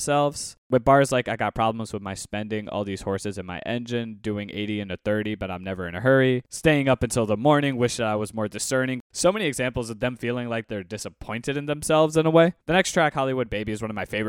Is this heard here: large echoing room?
no